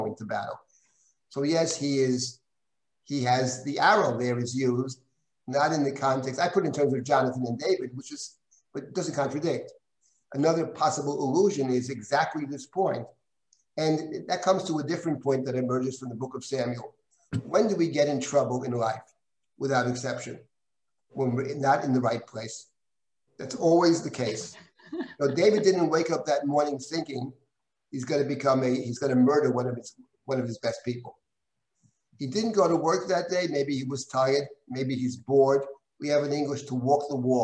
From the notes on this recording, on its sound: This audio was originally captured from Zoom